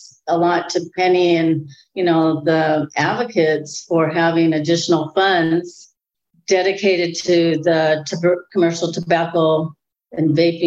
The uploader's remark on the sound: This episode was recorded August 24, 2022 before a live-virtual audience